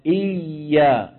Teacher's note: صوت الياء لا ينقطع لأنها حرف رخو